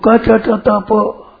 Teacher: क च ट त प ये अल्प प्राण है, इसमें प्राण खर्च कम होते हैं